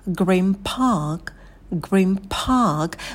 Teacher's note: В слове «park» не забывайте про придыхание на «п». Далее долгий «а». Такая волна. И придыхание на звуке «к». · И опять-таки в слове green мы «н» меняем на «м».